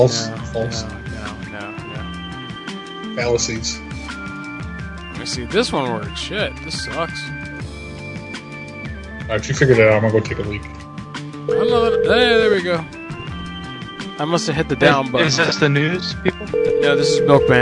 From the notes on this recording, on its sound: Live prank call shows.